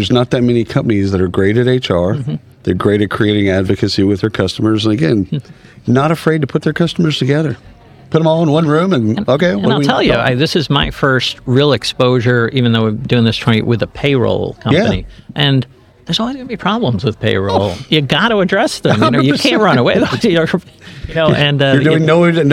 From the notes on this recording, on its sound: Live at the isolved Connect roadshow in Palm Springs. Live at the isolved Connect roadshow in Palm Springs.